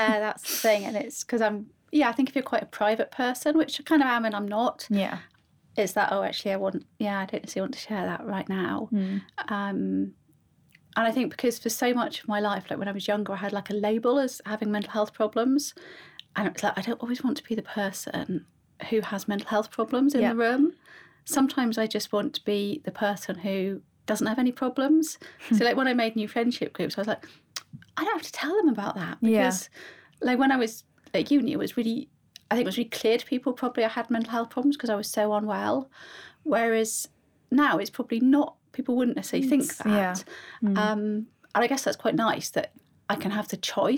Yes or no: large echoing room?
no